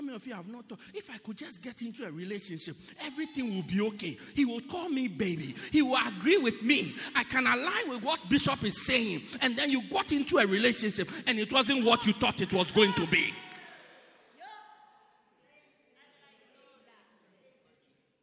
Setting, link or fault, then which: setting, large echoing room